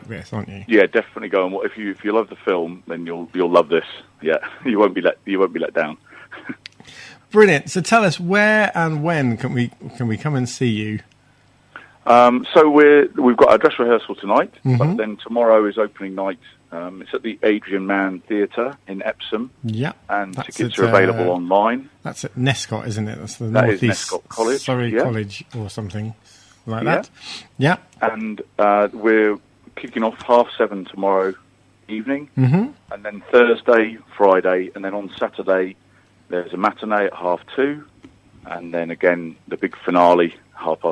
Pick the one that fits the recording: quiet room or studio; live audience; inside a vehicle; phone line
phone line